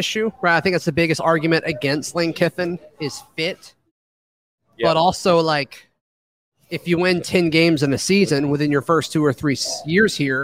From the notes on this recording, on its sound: live from Barberitos near the Auburn Mall